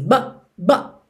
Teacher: Especialmente nesse but, não aparece nada mesmo. É quase como se você comesse o som assim